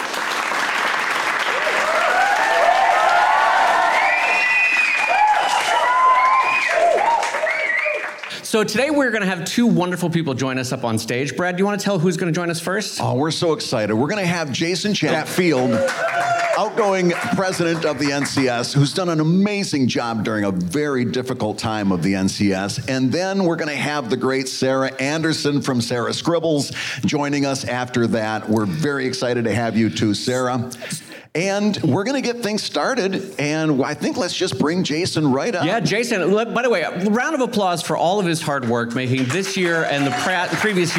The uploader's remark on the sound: LIVE from the Reuben Awards. At the Farewell Brunch, closing out the National Cartoonist Society's Reuben Awards events.